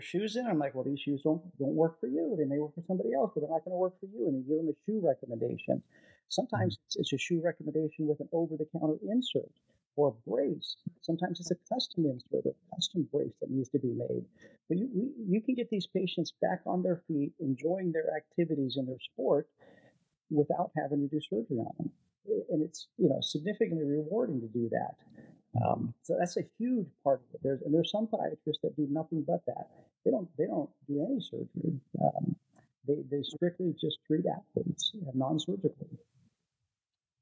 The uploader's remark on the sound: Unfortunately, we ran into some audio issues with this episode that we were unable to resolve. Please excuse the audio quality for this episode as a result.